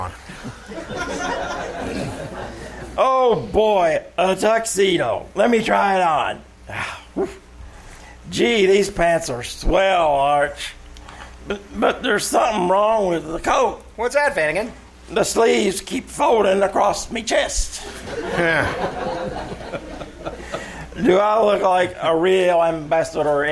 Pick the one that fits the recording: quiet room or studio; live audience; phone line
live audience